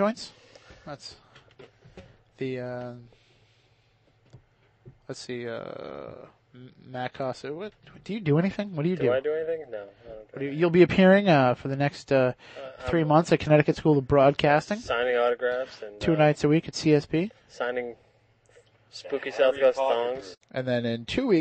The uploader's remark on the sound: backyard with some burgers, beers, and a couple of microphones.